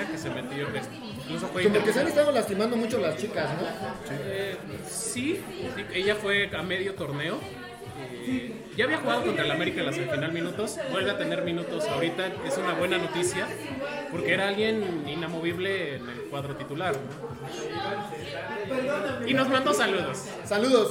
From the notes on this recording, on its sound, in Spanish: EN VIVO DESDE EL MEXISNACKS